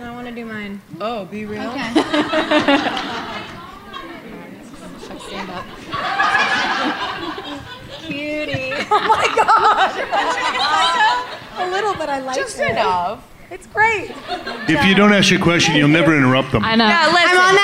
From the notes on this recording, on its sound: wrap up their road trip with a Q&A live from Philly!